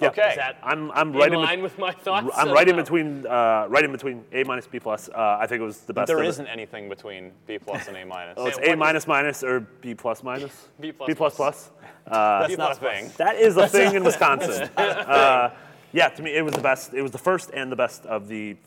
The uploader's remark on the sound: Recorded live from a haunted theater in Los Angeles.